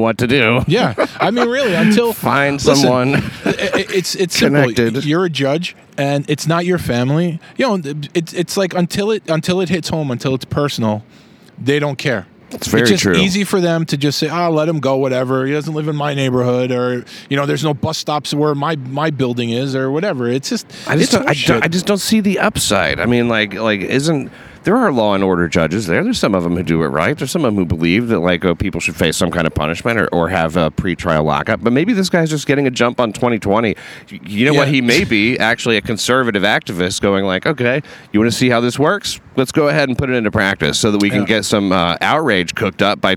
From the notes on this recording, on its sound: RECORDED ON LOCATION OUTSIDE LINCOLN CENTER.